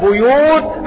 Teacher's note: قرأوا كلمة البيوت بكسر الباء بيوت أينما وقعت في القرآن الكريم وباقي القراء قرأوا بضم الباء بيوت على وزن فعول